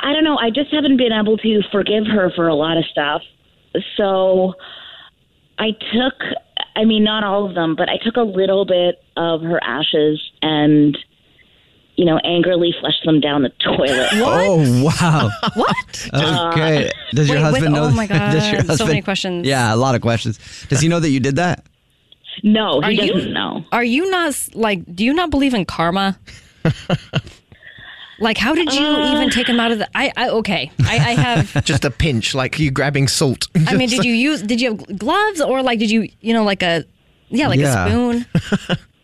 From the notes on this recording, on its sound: the person on the phone